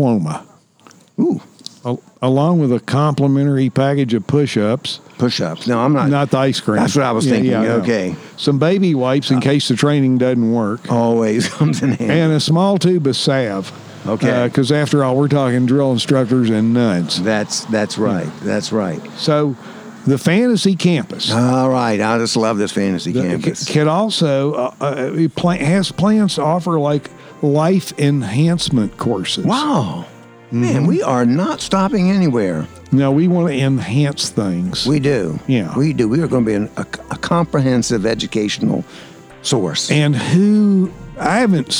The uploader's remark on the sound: This episode was recorded at Saluda Outfitters, home of Green River Eddy’s Tap Room & Grill.